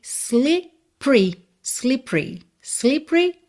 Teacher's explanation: Esse E do meio não é pronunciado.